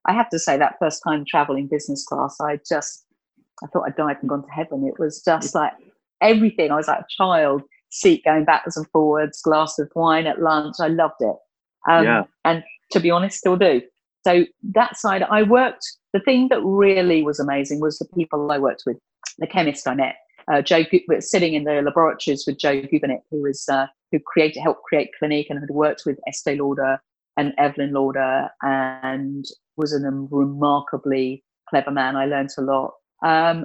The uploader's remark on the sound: We recorded this episode via Zoom, and we were at the mercy of my provincial internet connection, so I hope you don’t mind if I sometimes sound a little muffled.